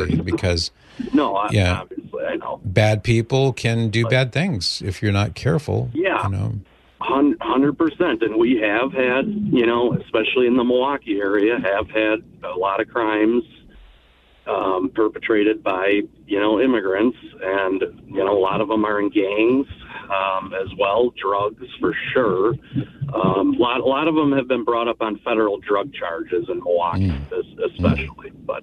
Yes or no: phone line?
yes